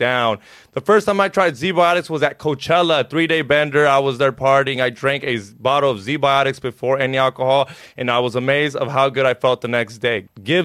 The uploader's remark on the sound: We had some technical difficulties with the interview so we could only do about an hour over the phone.